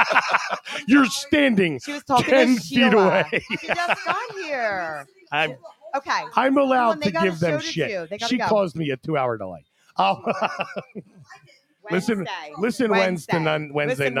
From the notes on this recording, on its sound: The USDPnation is LIVE from the XClub in Canada.